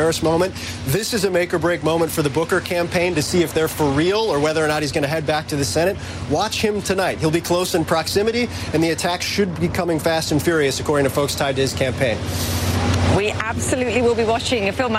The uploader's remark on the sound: live from the New York Stock Exchange